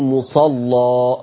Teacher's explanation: فتح ذات الياء ما يمشيش عليه الا تغليظ اللام، بدليل ان انا بقول مصلى غلظت اللام وفتحت، مستحيل لم تتغلظ ويجي معاها تقليل ابدا.